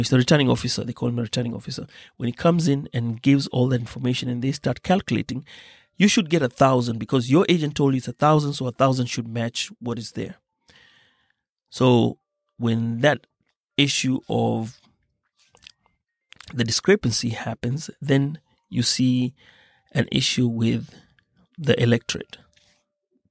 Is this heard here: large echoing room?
no